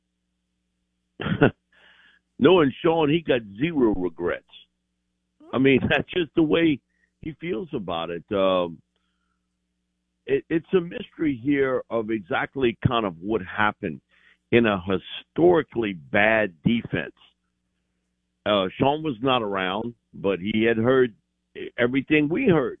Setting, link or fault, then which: link, phone line